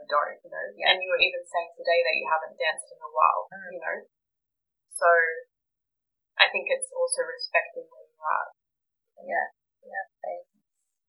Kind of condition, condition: fault, poor sound quality